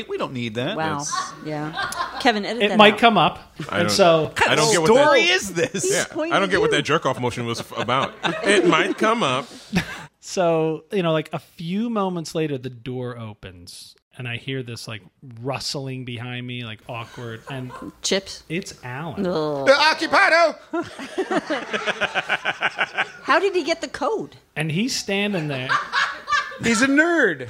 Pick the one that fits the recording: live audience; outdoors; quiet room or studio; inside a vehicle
live audience